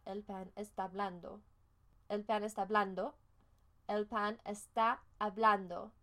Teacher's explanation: if you say it quickly and the A and the HA sound, right, because H doesn't really make a sound, they kind of combine, so it becomes el pan está blando, and the bread is soft.